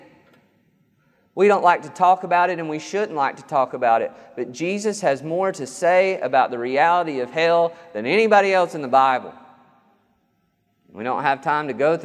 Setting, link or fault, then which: setting, large echoing room